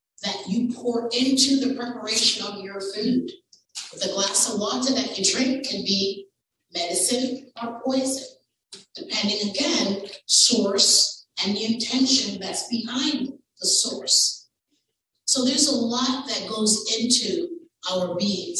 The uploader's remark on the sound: A recording of the panel discussion at the 2023 Black Health Matters Conference